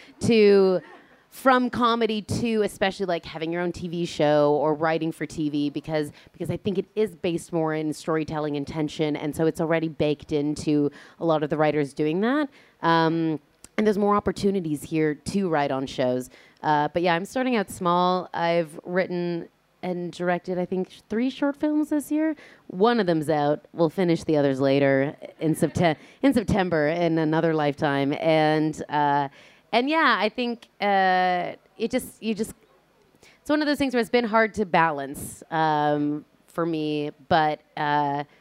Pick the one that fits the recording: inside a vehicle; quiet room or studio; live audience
live audience